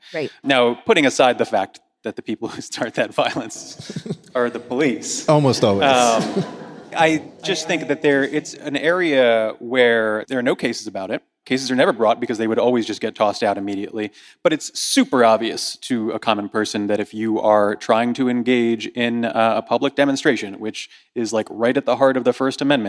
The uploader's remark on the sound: Live from the People's Parity convening in Washington, DC